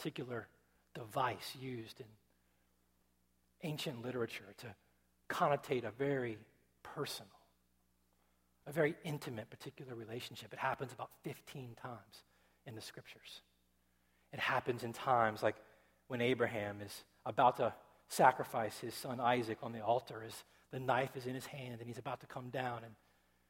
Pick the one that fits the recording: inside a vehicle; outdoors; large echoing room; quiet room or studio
large echoing room